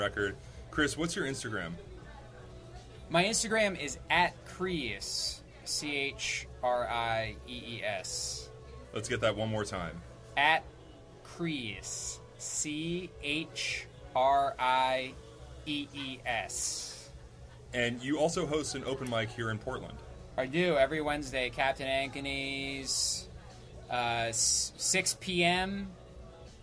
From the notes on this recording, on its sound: at My Father’s Place before an open mic